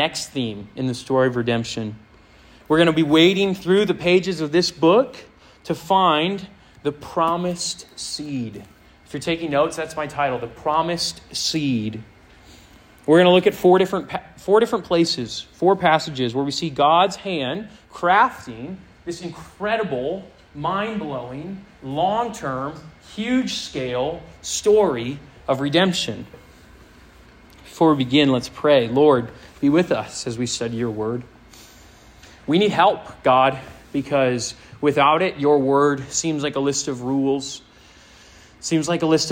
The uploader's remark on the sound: This sermon was preached to a Senior High audience